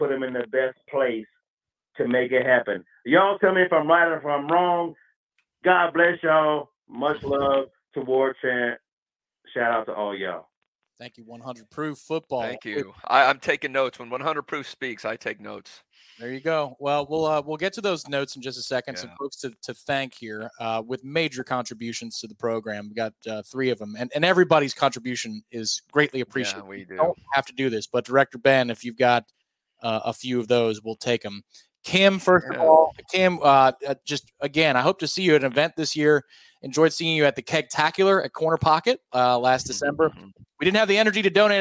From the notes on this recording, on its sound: The Warchant Gameday postgame call-in show is LIVE